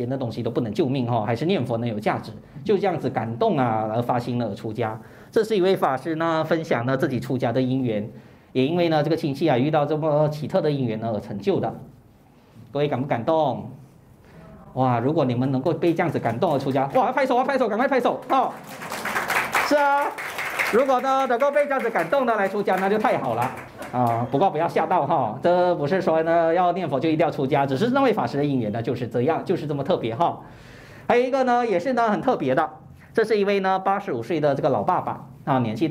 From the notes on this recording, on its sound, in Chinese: 2023清明开示【现场录影】。